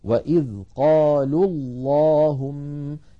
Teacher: لاحظوا الواو من قالوا ساكنة واللام الأولى من اللهم ساكنة، فالتقيا في اللفظ والنطق فسقط الأول من النطق وصلا. وإذ قالوا اللهم، فإن وقفنا نقول وإذ قالوا. · Term: بإسقاط الأول لفظا